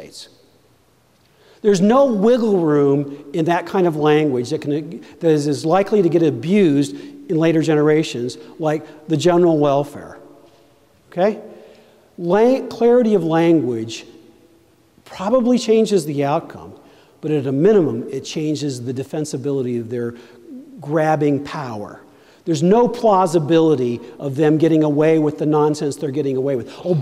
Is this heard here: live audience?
yes